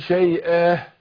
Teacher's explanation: التنوين المفتوح يقف عليه بالالف ويسمى ايه مد عوض